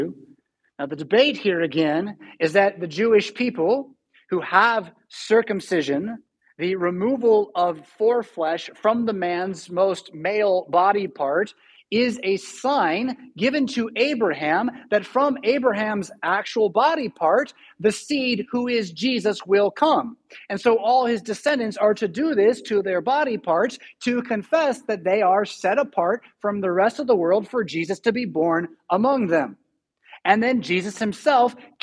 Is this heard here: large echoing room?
yes